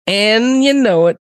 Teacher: Drop the D in and. It's and you know it.